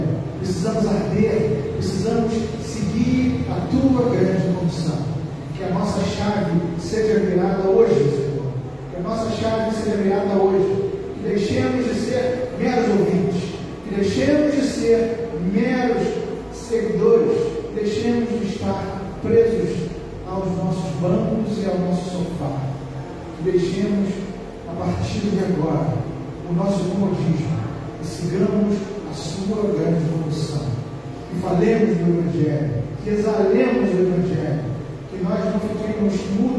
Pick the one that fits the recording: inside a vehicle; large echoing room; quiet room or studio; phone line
large echoing room